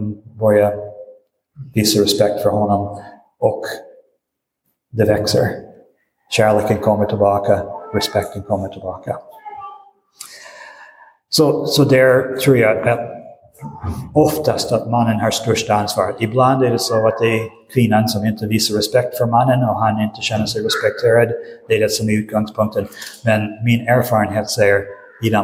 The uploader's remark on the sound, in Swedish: Inspelad i Roseniuskyrkan.